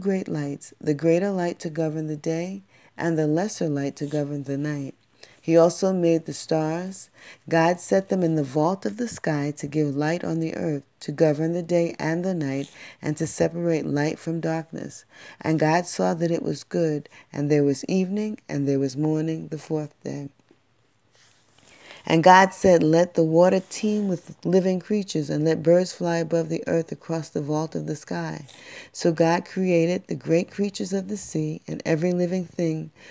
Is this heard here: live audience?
no